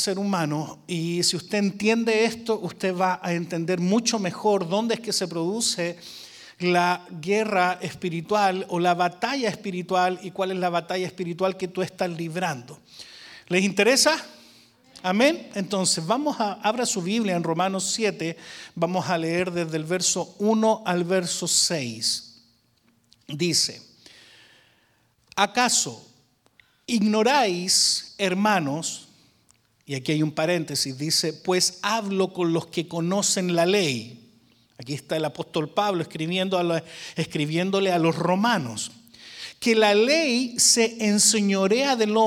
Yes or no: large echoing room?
yes